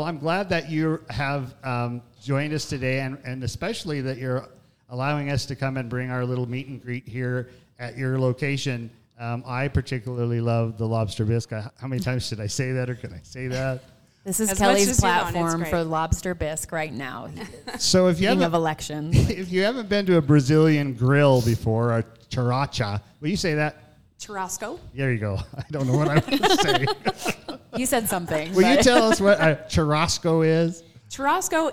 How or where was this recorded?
busy venue